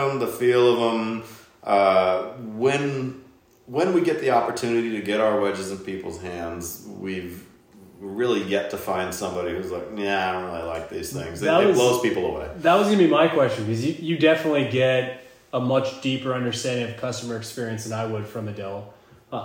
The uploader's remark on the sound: This one was done in person at the Ballyhack Golf Club in VA. Please excuse the minor echo, as the cottages on site are not conducive to recording live audio.